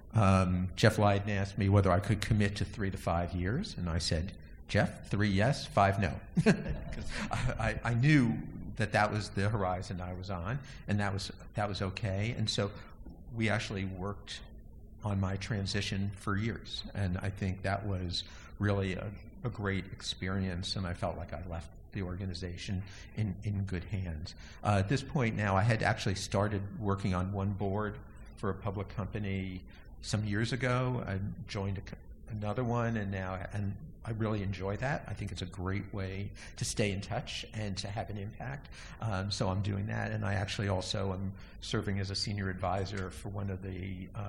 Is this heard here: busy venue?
yes